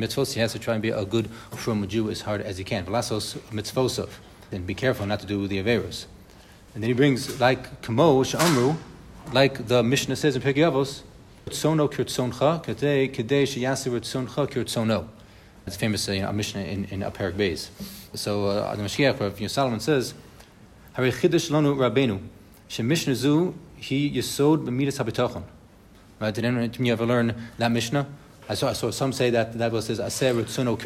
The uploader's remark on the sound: Bitachon Chabura in RBS for this live recording.